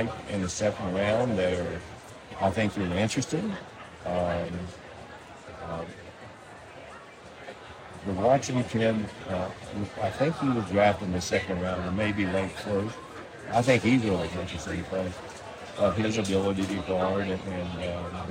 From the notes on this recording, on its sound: There is a lot of background noise in this interview.